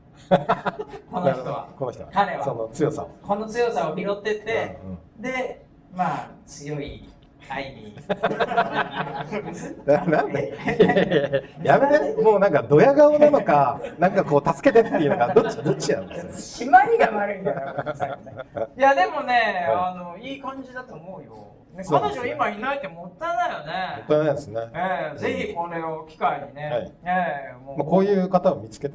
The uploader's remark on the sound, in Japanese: 公開収録SP。東京・新宿で開催された公開収録の様子をお届けします。2人くらいしか来ないだろうと思っていた会場ですが、お陰様で大賑わいでございました。